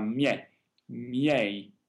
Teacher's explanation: This is a diphthong. The first I becomes a J glide, so it's spoken very quickly and not as defined. But the last I is spoken very clearly as part of the diphthong.